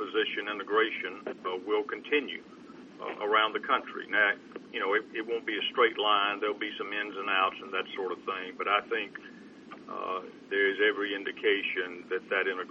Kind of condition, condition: link, phone line